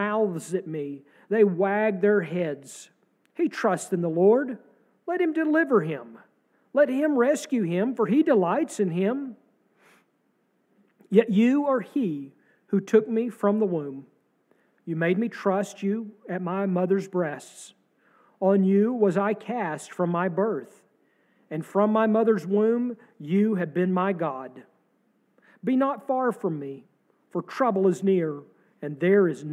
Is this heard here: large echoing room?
yes